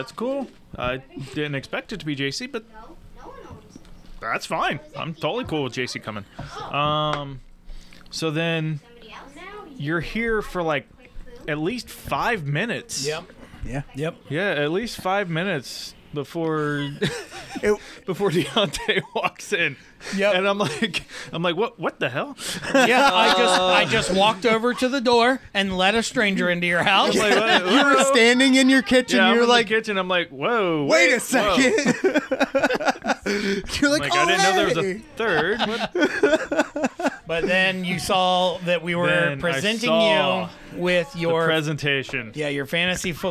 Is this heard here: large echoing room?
no